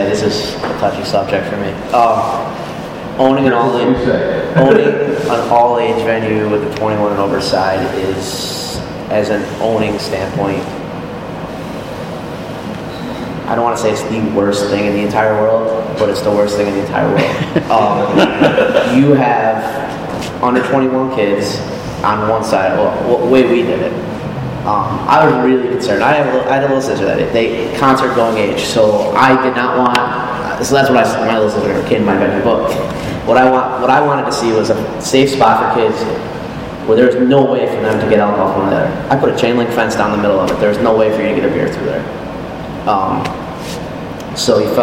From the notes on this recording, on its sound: As part of the 2015 Electric City Music Conference, NEPA Scene presented a “State of the Scene” panel discussion in front of a live audience at the AfA Gallery in downtown Scranton.